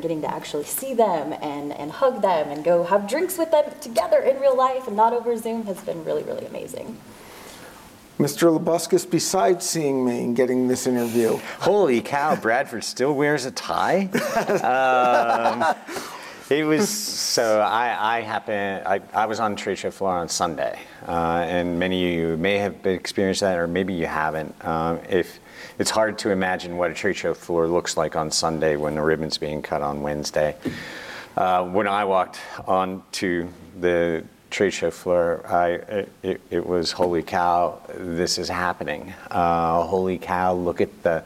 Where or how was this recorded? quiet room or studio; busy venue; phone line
busy venue